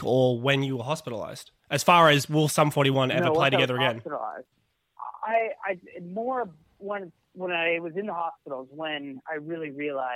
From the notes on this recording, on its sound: joins 'The Green Room' podcast on the phone in LA